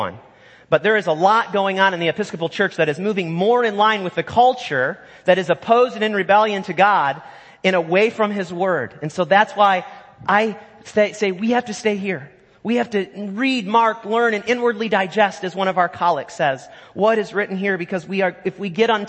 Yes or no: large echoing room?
yes